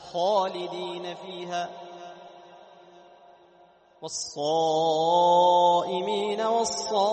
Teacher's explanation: لاحظ يتجمع الصوت يكون ثخين سمين بسبب ماذا؟ بسبب الاستعلاء